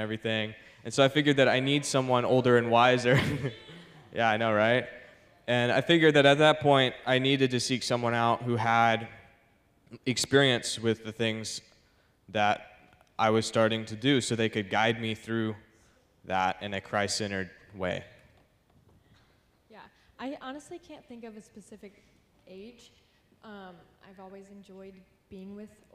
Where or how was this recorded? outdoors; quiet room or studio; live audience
live audience